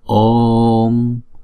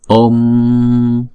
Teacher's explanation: Om om, chữ O là diphthong, chúng ta sẽ đọc hai nhịp. Cho nên chúng ta kéo dài chữ O trước rồi mới đóng chữ O lại sau · Shown in: first take · Chúng ta đọc là Om, chứ chúng ta không đọc là Om, không.